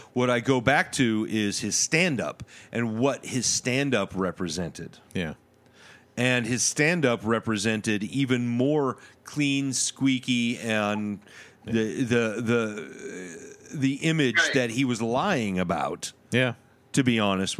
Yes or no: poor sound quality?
no